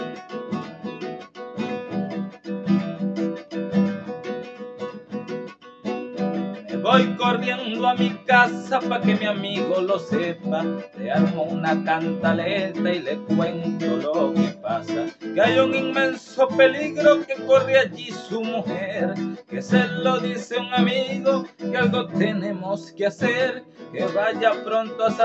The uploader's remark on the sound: Hive Open Mic. Video recorded from my phone Honor X6s. Video edited with Kinemaster.